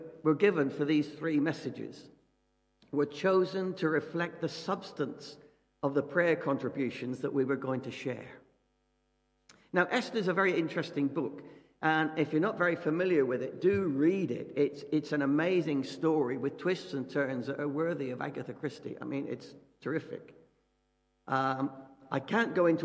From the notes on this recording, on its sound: Christ Church, Bayston Hill (UK)